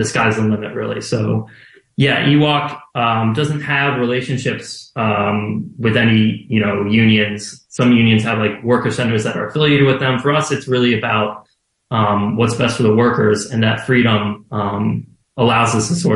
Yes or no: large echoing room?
no